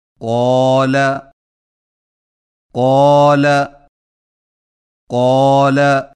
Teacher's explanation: زبان کے پچھلے حصے کو کوے کے متصل تالو پر لگا کر موٹی آواز میں پڑھیں